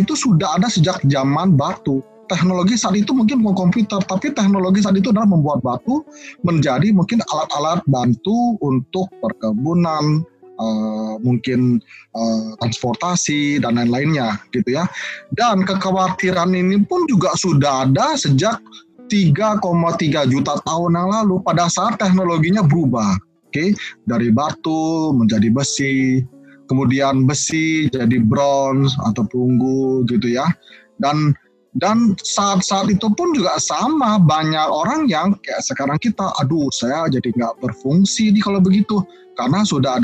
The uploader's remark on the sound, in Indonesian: dari hasil rekaman Webinar